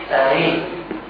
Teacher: فالتسهيل هنا أن تقرأ بين الهمزة المحققة المكسورة أئي وبين المجانس للكسرة وهو الياء أو الذي تولدت منه الكسرة وهو الياء فتقرأها لا هي أئي ولا هي أئي.